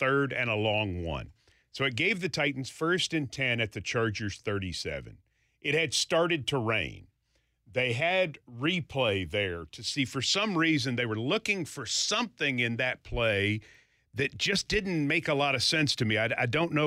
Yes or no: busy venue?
no